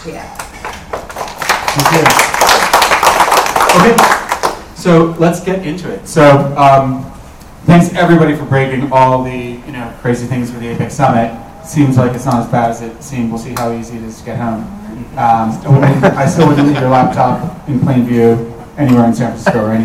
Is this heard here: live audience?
yes